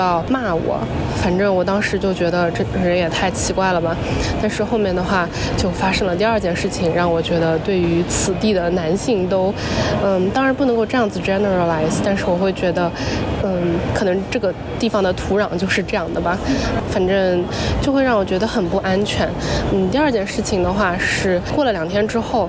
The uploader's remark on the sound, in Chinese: 这期是来自罗马古城Perge和伊斯坦布尔机场的现场报道。